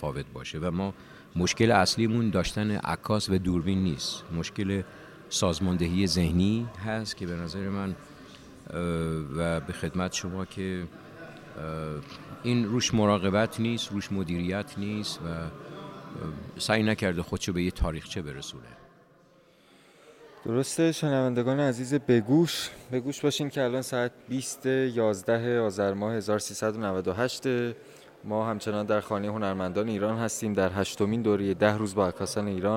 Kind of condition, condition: setting, busy venue